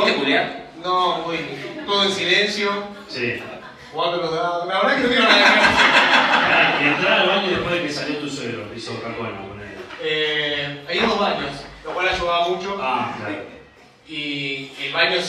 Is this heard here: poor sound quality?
yes